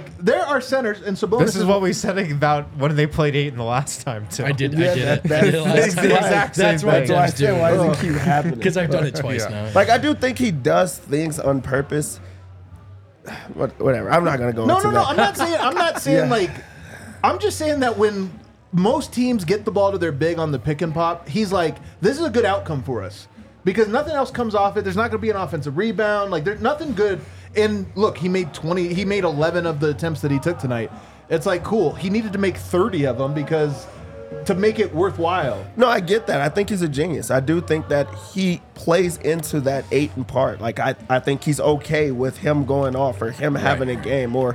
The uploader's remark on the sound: come to you LIVE from the DNVR Bar